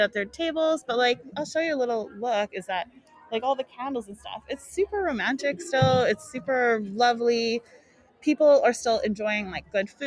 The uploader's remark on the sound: WE'RE LIVE at the ADIW wedding show!